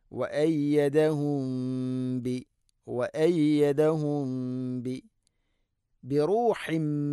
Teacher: സാക്കിന മീമിന് ശേഷം ബാ ഇഖ്ഫ ശഫവി, അതിനെ അവ്യക്തമാക്കി മണിക്കണം